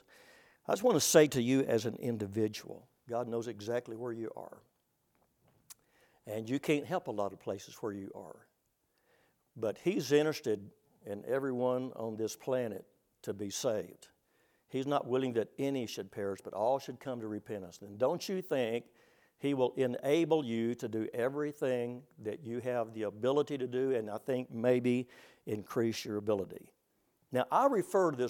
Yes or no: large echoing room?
yes